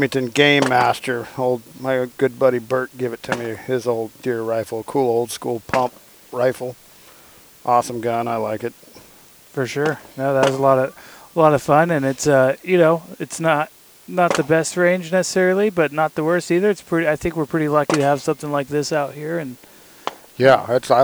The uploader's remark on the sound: recording on location at the Oroville shooting range